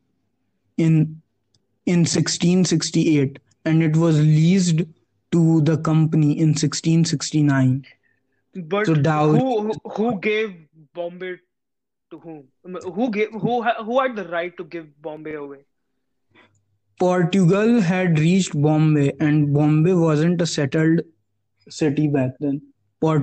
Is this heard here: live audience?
no